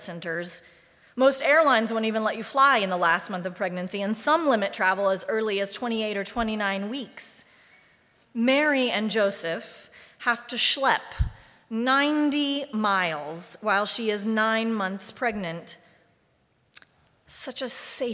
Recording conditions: large echoing room